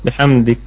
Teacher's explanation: تمام عندنا معذرة الروم والإشمام والسكون نقف عليها بالثلاثة يعني ولك نقف عليها بالسكون ونراعي همس الكاف عند الوقف